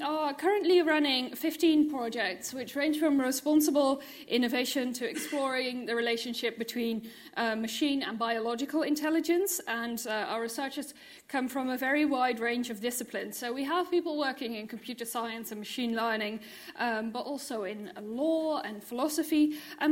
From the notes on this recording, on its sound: This panel discussion was part of the Cambridge Festival of Ideas